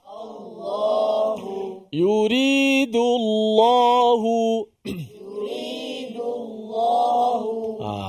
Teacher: Lam tu adalah daripada lidah semata-mata.